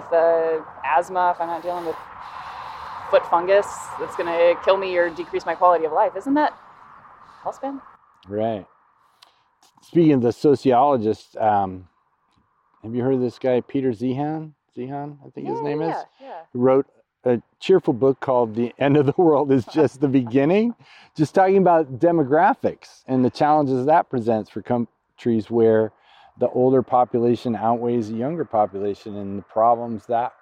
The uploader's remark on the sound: Walk and Talk. Both live in the Bay Area, we had never met face to face. I suggested we meet up for a hike and record some stuff along the way.